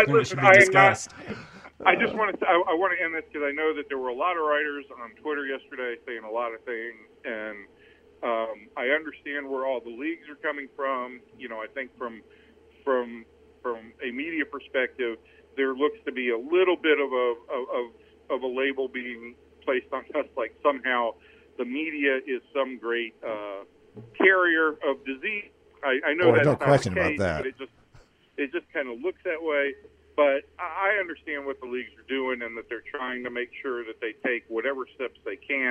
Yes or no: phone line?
yes